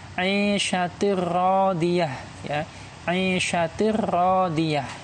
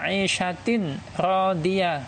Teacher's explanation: Kemudian juga yang apabila ada tanwin ya bertemu dengan huruf ro ya juga tanwinnya tidak dibaca tanwin tapi dibaca e, fathah kasroh atau domah saja kemudian langsung bersambung di huruf depannya · Shown in: first take